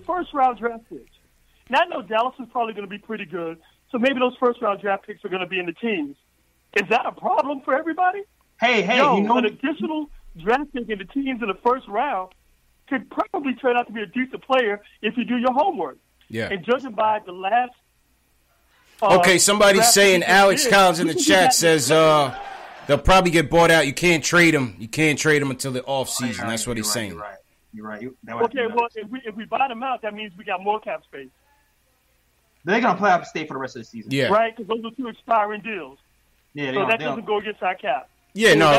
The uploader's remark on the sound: take live phone calls from Knicks fans across the globe